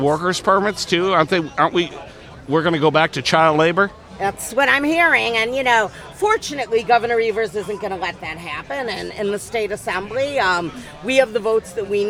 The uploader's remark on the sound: Live from LaborFest 2023